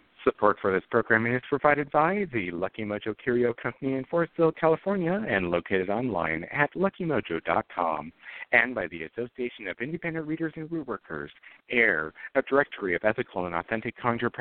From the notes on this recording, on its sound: A real, live call-in show. Where the general public gets a chance to ask about actual problems with love, career, and spiritual protection.